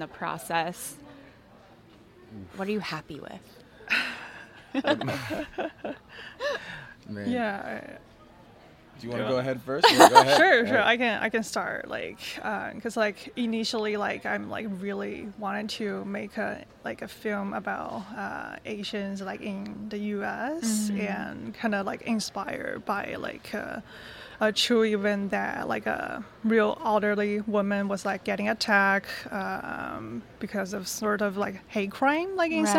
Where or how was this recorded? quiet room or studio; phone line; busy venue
busy venue